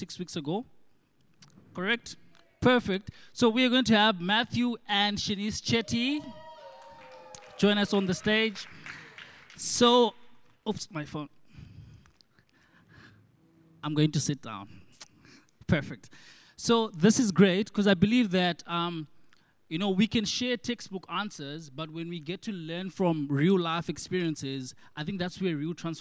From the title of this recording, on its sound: 6PM SERVICE